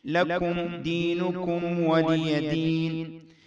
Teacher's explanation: ميم ساكنة بعدها دال في كلمة واحدة أو في كلمتين تظهر هذه الميم · Term: الإظهار